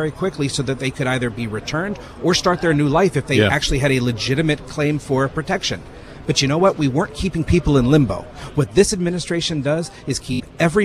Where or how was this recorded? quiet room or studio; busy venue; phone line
busy venue